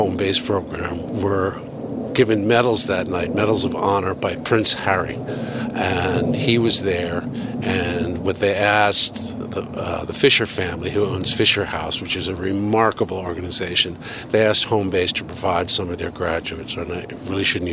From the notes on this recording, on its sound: Takin A Walk in Milton Massachusetts